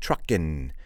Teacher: I am not pronouncing the final G in that word, trucking. · Term: G-dropping